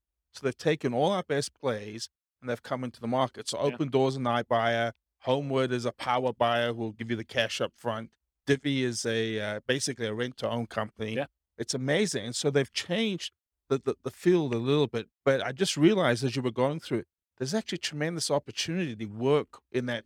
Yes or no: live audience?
yes